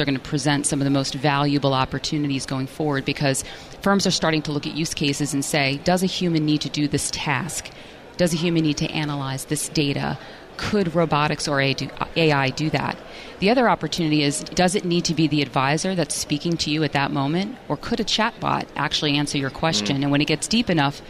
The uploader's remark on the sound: From BNY Mellon's Pershing INSITE Conference in Phoenix.